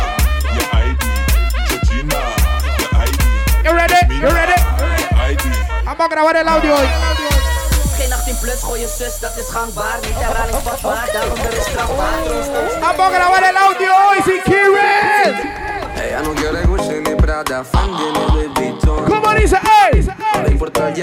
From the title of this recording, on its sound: LIVE AT SIQUIRRES - BAR GRAN PARQUEO